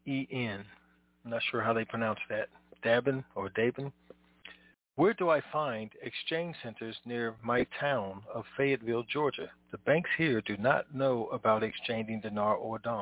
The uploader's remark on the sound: TNTSuperfantastic Conference Call